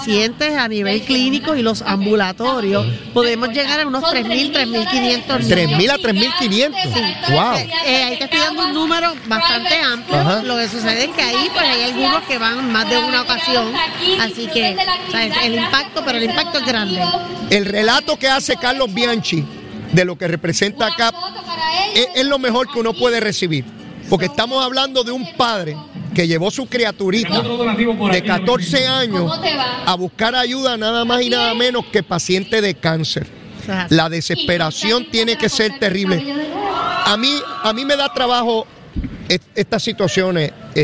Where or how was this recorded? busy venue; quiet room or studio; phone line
busy venue